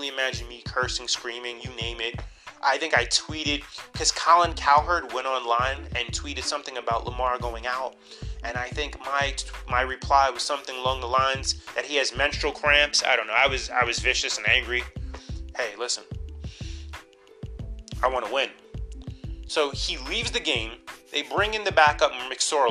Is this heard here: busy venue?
no